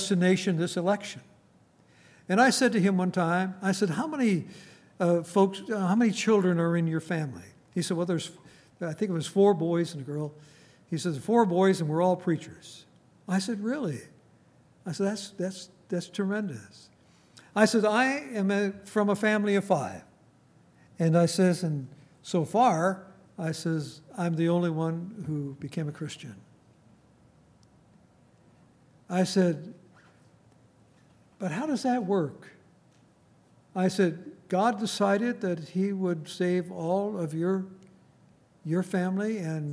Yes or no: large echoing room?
yes